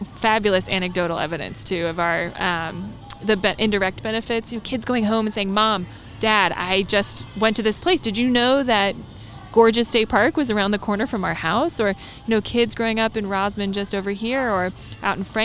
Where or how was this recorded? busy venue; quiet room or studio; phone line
busy venue